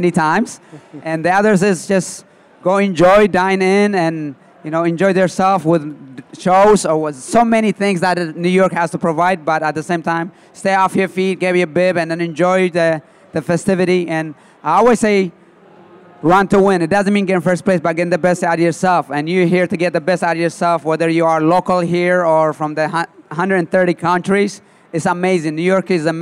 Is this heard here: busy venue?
yes